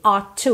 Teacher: Mesmo que eu fale ought to, percebe que eu tenho um som só de T, ought to, eu não falo ought to, ought to.